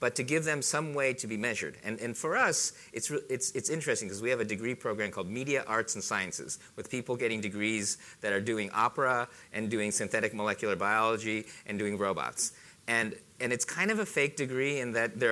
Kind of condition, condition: setting, busy venue